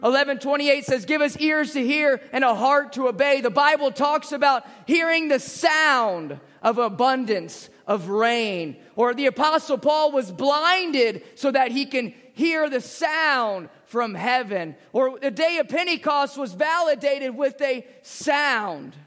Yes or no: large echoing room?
yes